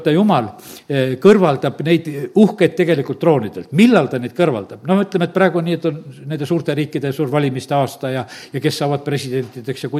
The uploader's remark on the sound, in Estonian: Audio salvestus koosolekult